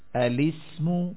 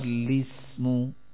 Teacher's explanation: پہلے میں حمزہ ہوگا دوسرے میں حمزہ نہیں ہوگا